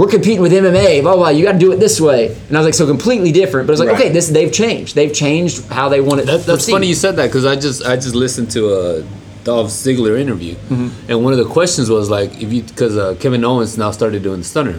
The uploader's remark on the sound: Coming to you straight from the heart of South Houston ,at the Booker T world Gym Arena